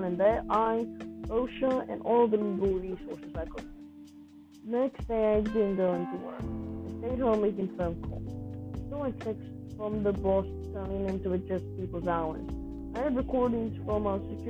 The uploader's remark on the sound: You might wanna listen closely, as my audio quality wasn’t quite good.